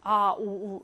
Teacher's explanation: 이 아우우 같은 모음은 아우우 이렇게 목구멍 쪽에서 나거든. 후설 모음이라고 해서 혀 뒤쪽에서 납니다